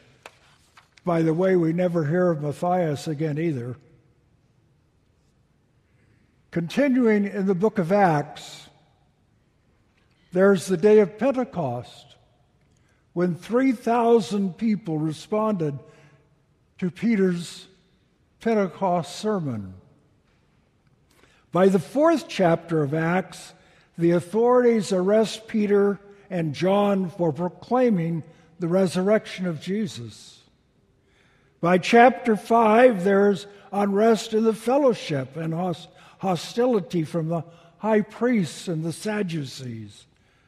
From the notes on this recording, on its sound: Delivered during the Traditional Worship service